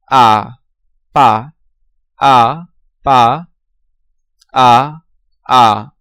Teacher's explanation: Langer, ungerundeter, offener, Hinterzungenvokal, wie a in Vater.